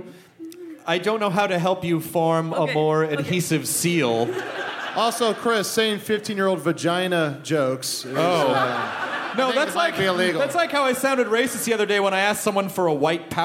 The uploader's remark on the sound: It's the Nerdist live from the Twin Cities!